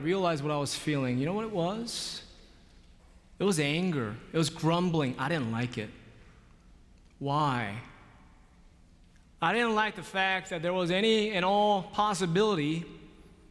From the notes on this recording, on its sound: Live from Myers Park United Methodist Church in Charlotte, North Carolina.